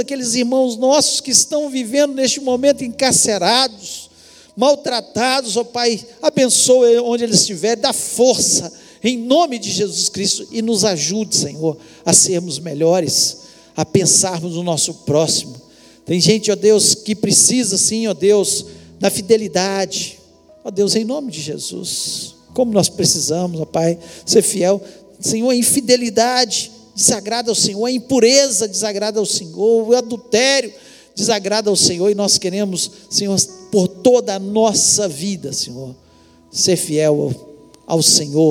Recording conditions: large echoing room